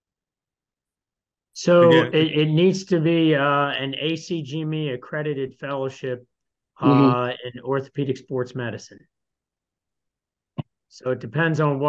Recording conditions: video call